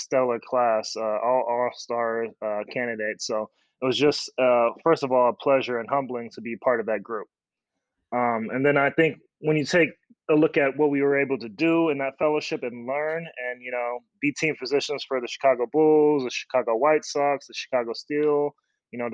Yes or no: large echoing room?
no